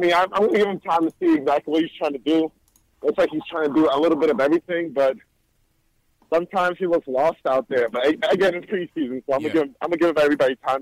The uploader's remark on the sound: Callers. They give their analysis of the Knicks Wizards preseason game right after it ends and take live phone call fan reactions from around the world!